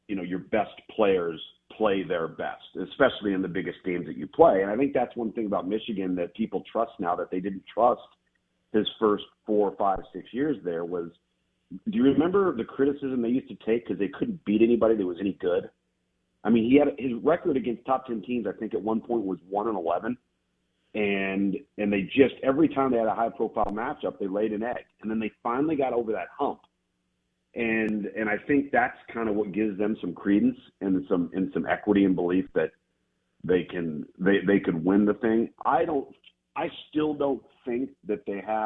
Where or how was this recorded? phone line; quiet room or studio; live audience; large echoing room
phone line